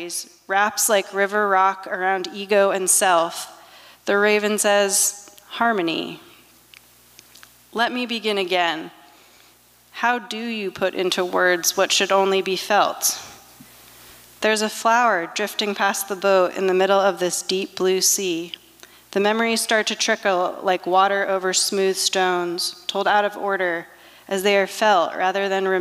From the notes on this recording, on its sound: 2023 FPG-Liberty Theatre-Friday Night. Performance was recorded at the Liberty Theatre in Astoria, OR on Friday, February 24th, 2023.